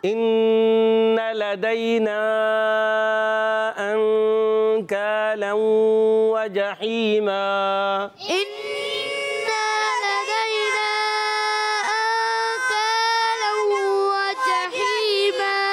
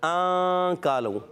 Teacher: اب زبان آپ کے اوپر لگی نہیں مخرج میں اور آپ ایسا غنہ کریں گے تو یہ غنہ عجیب سا ہوگا. نون کو چھپانا ہے، زبان کے اوپر ٹچ مارنا ہے مخرج میں تالو میں جہاں سے نون ادا ہوتا ہے · Shown in: first take · Term: اخفا